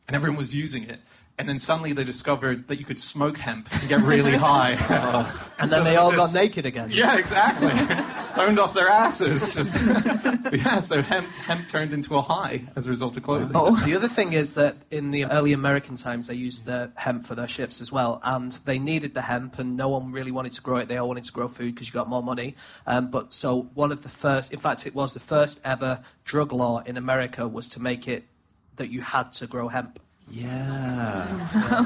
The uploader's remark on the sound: Live at the Soho Theatre